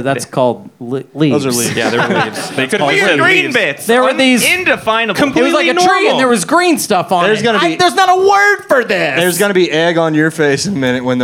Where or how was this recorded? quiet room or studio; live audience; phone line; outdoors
live audience